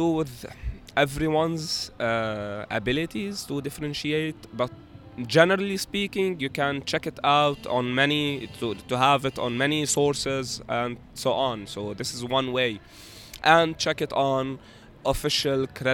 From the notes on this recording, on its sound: captures the October Uprising directly from Martyrs Square